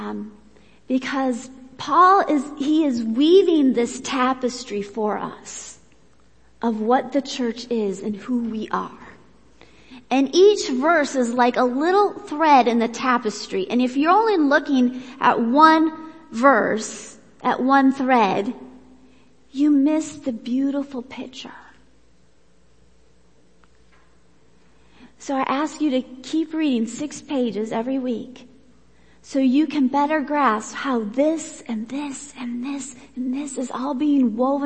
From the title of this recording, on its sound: Worship Service